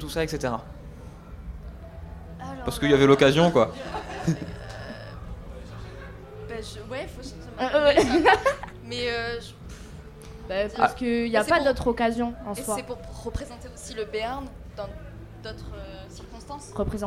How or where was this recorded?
busy venue